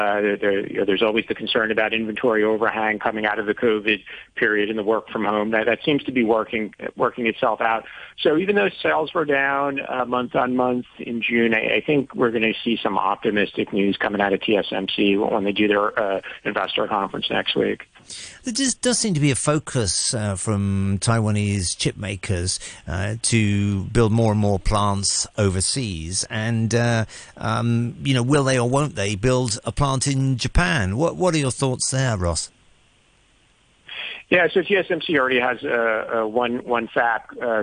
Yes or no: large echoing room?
no